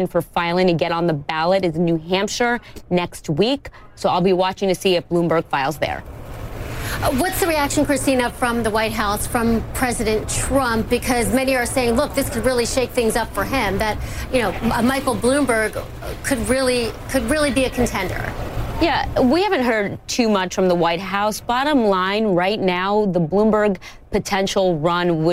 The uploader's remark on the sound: live from The New York Stock Exchange.